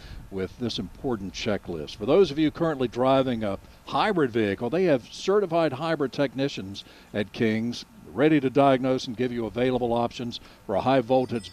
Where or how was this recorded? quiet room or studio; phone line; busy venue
busy venue